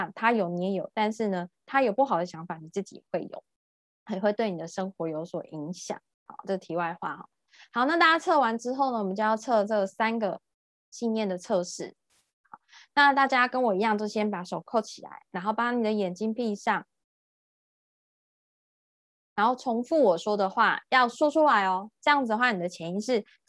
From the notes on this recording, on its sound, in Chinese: 聊聊好心芹ZOOM線上公益講座。